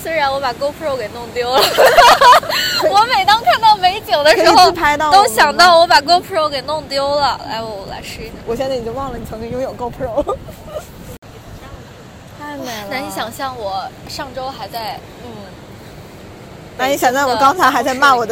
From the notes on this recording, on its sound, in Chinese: 本期是记录了圣地亚哥海边遛弯儿的实时感受，以及圣地亚哥机场背景音的，轻松幽默的一期对谈。如果背景音过于嘈杂引发不适，只能期待大家多包容啦。圣地亚哥海边边走边聊。